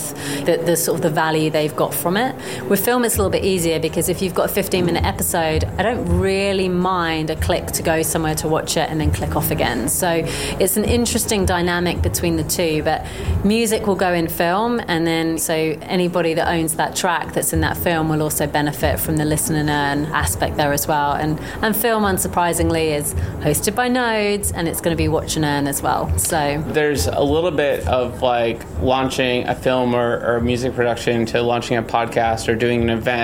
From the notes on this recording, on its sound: quick catch-up interview at the Veecon 2023